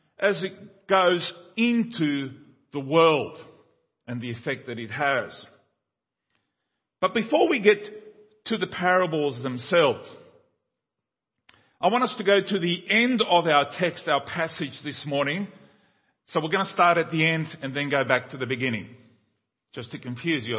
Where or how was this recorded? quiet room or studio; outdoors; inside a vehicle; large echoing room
large echoing room